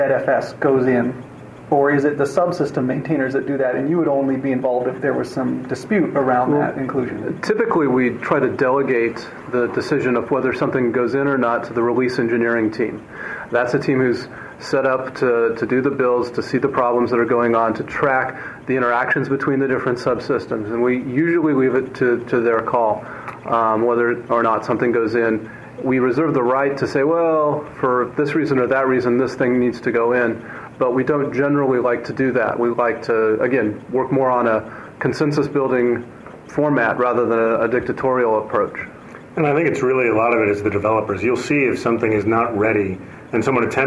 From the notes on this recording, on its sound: The interview was recorded at BSDCan in Ottawa, Cananda.